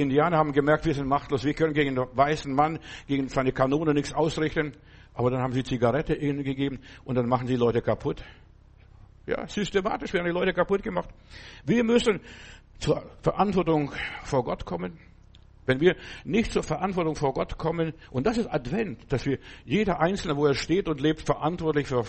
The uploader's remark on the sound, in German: im Gemeinde-Zentrum in Berlin aufgenommen